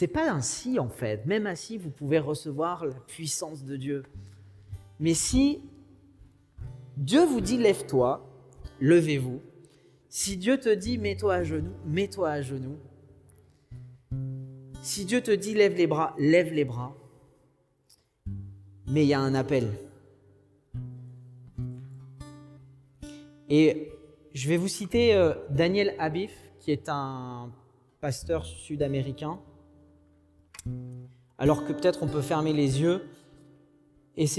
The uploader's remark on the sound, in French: Enregistré à l'église CVV, le 06/06/2021